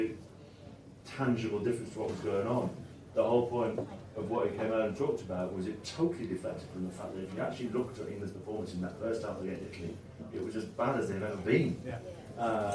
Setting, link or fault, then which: setting, live audience